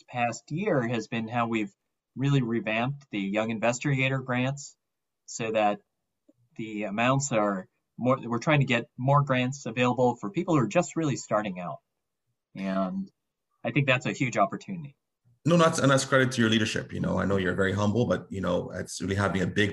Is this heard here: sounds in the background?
no